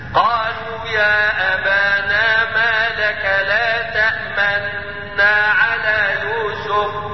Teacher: إيه هما الوجهين دول الذي الوجه الأول الإدغام مع الإشمام يعني أضم الشفتين عند سكون النون الأولى إشارة إلى أن الحركة بتاعت الحرف المضغم دي كانت ضمة